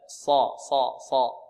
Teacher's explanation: عندنا الصاد مفخمة ولا نضم الشفتين في الصاد. لا نقول صدرك ص.